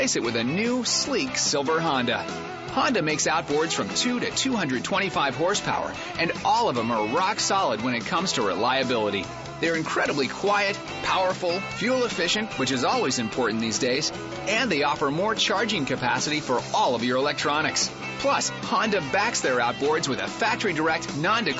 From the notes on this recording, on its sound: Ultimate Bass Radio - Live - Snag Proof Frog Tourney.